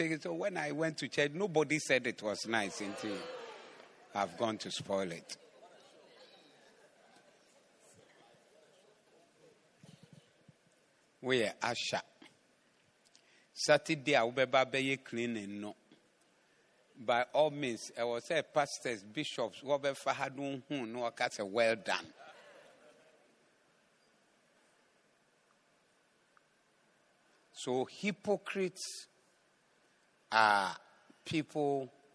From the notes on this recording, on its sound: Preached at the Zeloo Service 12062022